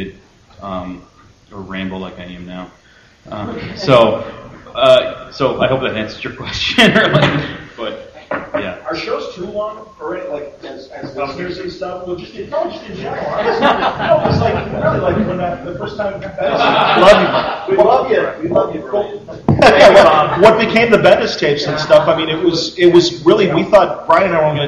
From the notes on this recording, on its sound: The complete audio recording of the Comics Podcasting Panel on July 23rd at the San Diego Comic Con.